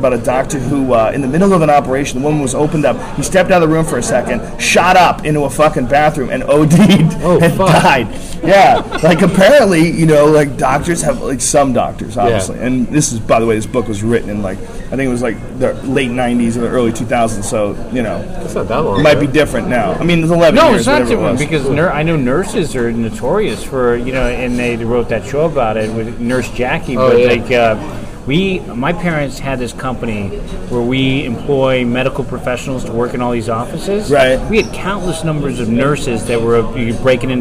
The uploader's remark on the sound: LIVE FROM THE ICEHOUSE